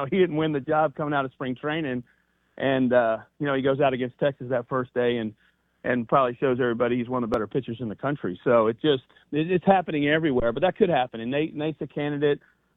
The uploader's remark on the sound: Joins the show on the Farm Bureau guest line talking about the upcoming season live in the BankPlus Studio.